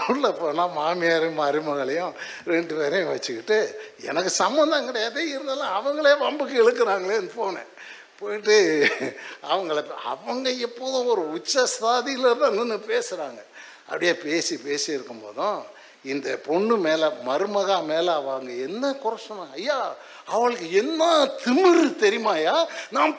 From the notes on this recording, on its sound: Sunday First Service Sermon Live